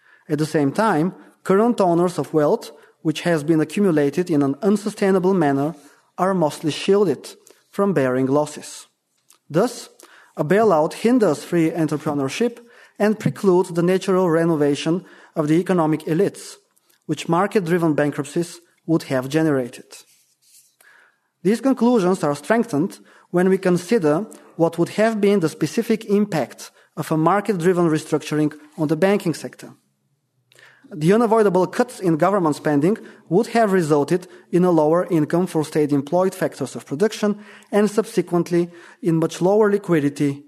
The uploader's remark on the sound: Presented at the Austrian Economics Research Conference. At the Ludwig von Mises Institute.